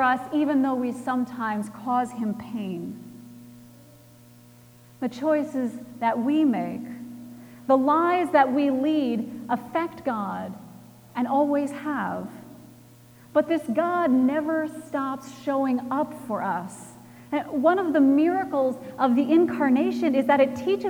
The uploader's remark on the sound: Recorded Christmas Eve, 2017 at Trinity Presbyterian Church in Bixby, Oklahoma.